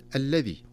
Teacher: ولا نقف عند اللام المشددة فيها زمنا طويلا، وإنما نحقق الشدة تحقيقا طبيعيا واضحا